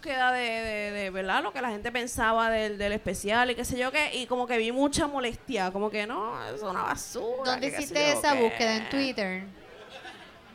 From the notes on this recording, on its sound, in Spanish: Desde Caguas Puerto Rico, La Gentuza se reunió para hablar pestes del prójimo en vivo frente a ustedes.